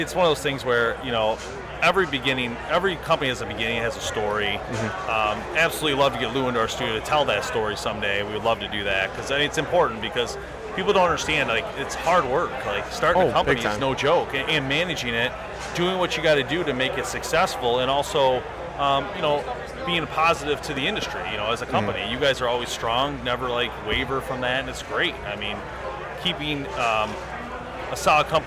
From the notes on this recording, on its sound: at the booth LIVE from the Woods N Water Outdoor Weekend.